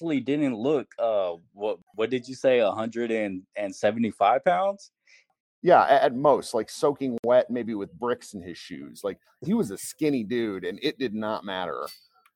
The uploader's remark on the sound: Apologies for the audio issues, crappy internet here in Vegas media room.